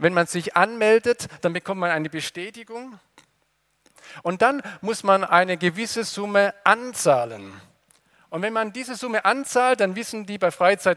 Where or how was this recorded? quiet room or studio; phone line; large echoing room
large echoing room